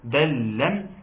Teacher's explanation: يبقى بنطق بلام واحدة مشددة · Term: إدغام متماثلين الصغير